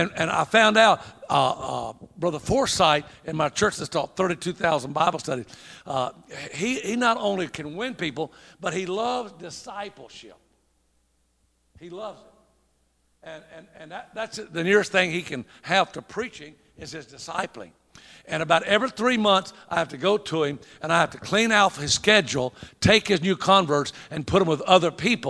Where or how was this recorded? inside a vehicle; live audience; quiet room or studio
live audience